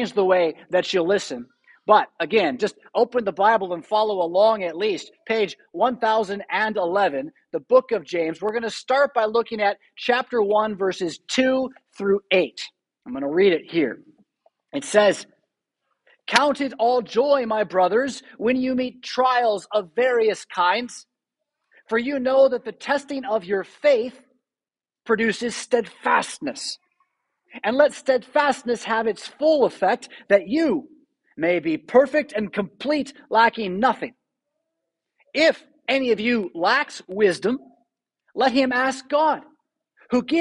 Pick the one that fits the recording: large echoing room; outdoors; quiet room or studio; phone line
large echoing room